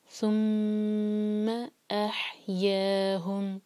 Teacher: ثم میں ایک حرکہ لمبا نہیں کھینچنا، میم کو ہولڈ کرنا ہے لیکن فتح کو نہیں ہولڈ کرنا · Term: غنہ